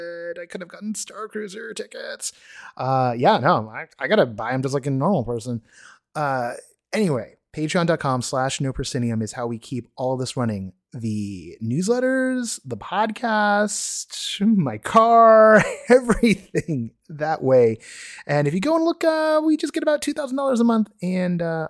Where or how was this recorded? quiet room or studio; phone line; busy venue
quiet room or studio